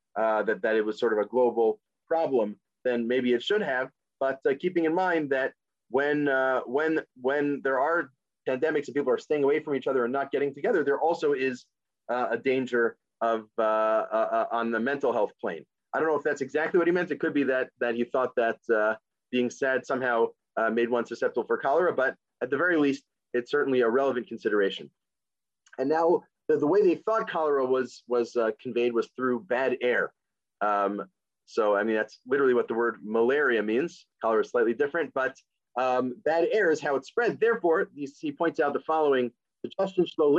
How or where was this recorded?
video call